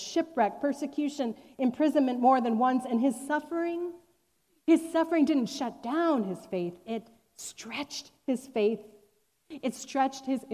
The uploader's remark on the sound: Recorded on July 25, 2021, at Fairmount Presbyterian Church in Cleveland Heights, Ohio.